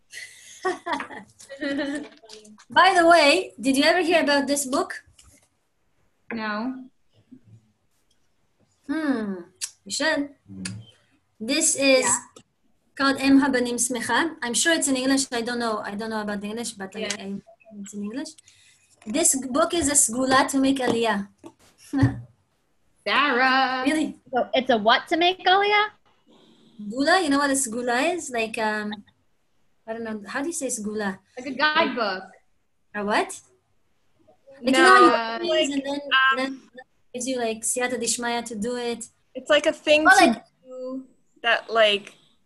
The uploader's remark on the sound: Zoom Class